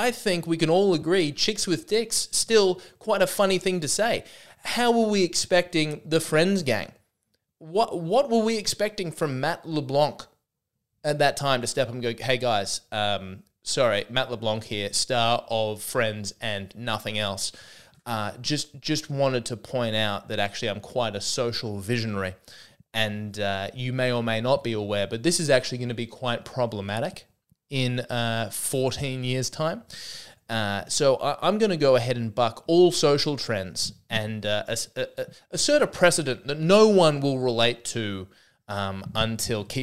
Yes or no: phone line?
no